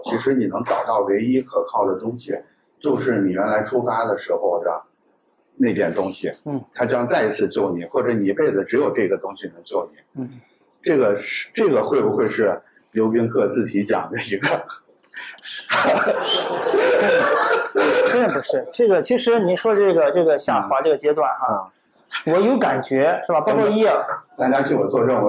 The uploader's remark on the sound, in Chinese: 在「字体帮」分享活动现场进行的对谈分享